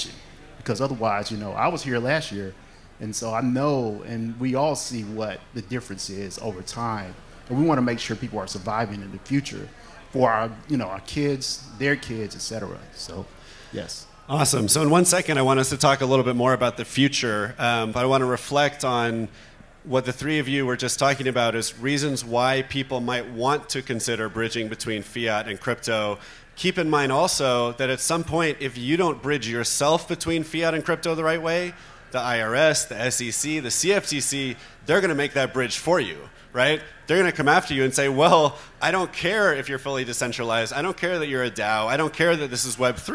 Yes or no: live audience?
yes